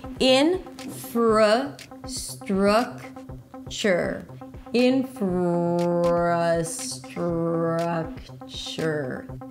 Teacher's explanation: Primary stress on the first syllable and then a lot of reduced syllables.